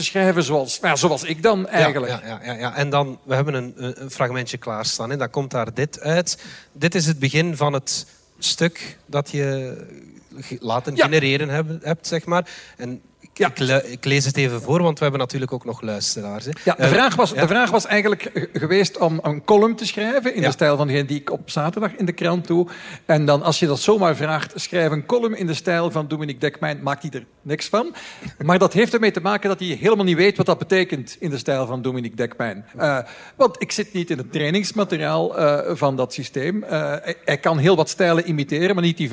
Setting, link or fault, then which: setting, live audience